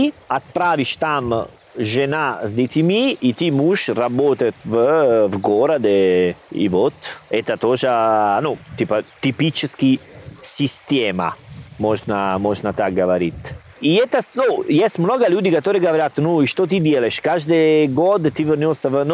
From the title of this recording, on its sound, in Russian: Записываем самый летний эпизод подкаста. Прямо на берегу моря